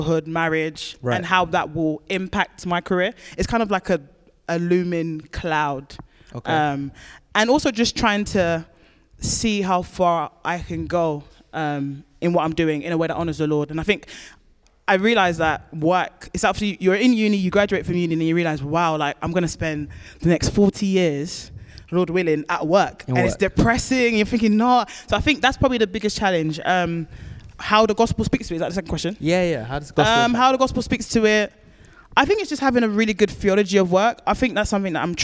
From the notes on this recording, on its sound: Audio from the Black Berea Live Event.